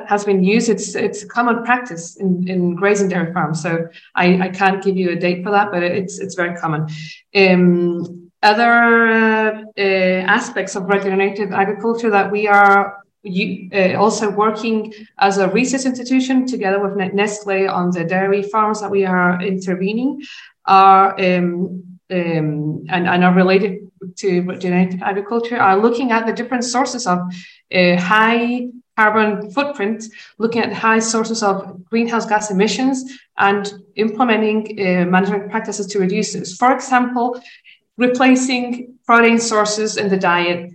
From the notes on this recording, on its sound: Please note that this is an audio recording of a webinar containing slides and presentations. This live virtual event featured updates of progress to date and deep dive into some case studies.